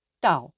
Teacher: Tone 4 is a short, sharp drop, like a warning.